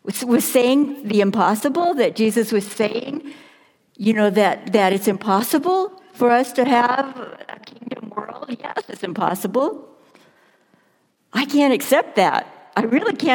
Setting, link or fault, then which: setting, large echoing room